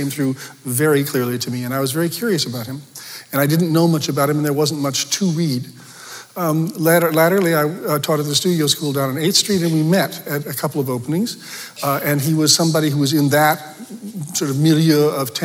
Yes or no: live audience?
yes